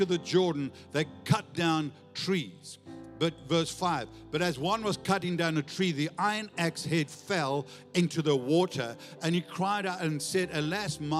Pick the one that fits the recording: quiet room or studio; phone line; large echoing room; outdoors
large echoing room